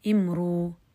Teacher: همز عارض السكون ما قبله مضموم الحكم يبدل واو في حال الوقف